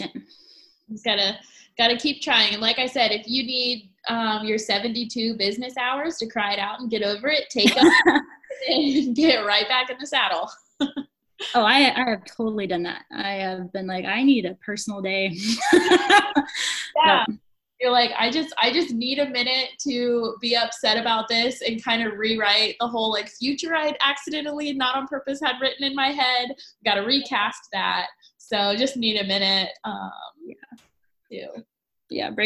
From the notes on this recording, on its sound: Our first Zoom recording episode!